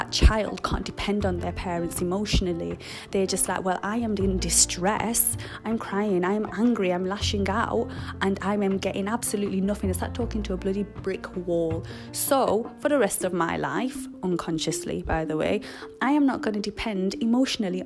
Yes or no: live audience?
no